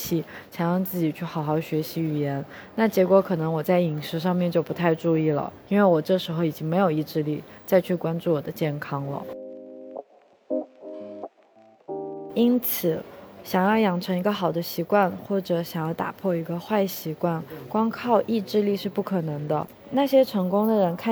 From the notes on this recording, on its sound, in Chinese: 这一期在克罗地亚的杜布罗夫尼克机场录制